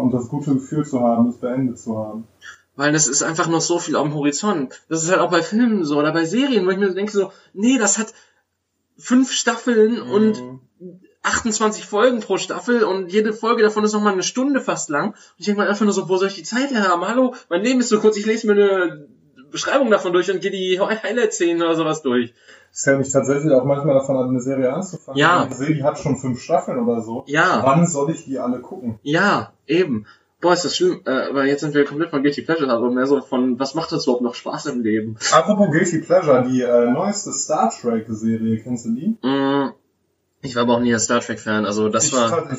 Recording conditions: poor sound quality